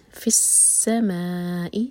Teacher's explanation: ما پر ہے مد، تو ہم اس کو چار حلقہ کھینچیں گے.